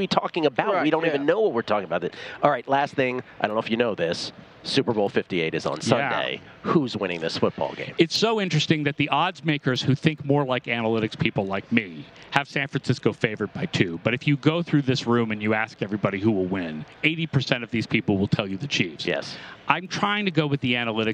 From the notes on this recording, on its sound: broadcasting live from media row